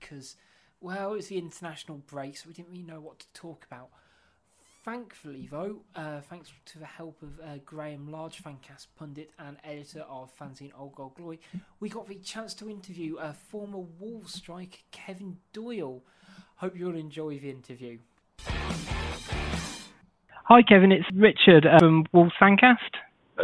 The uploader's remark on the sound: over the phone on his way to training